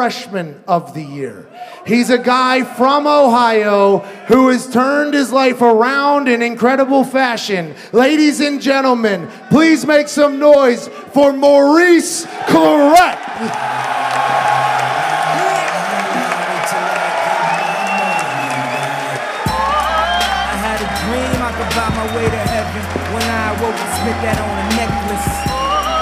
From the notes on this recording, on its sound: Live from the Jo Ann Davidson Theatre in Columbus, Ohio. LIVE FROM COLUMBUS. He fields some questions from the guys.